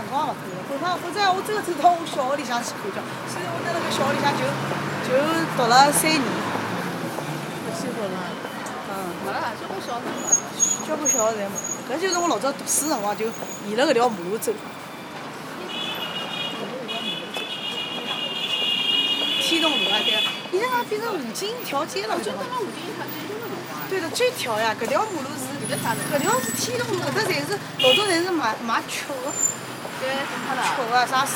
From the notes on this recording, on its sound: Walking around the area